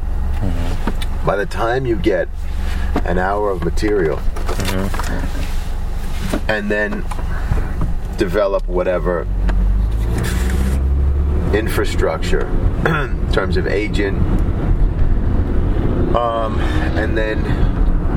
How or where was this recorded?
inside a vehicle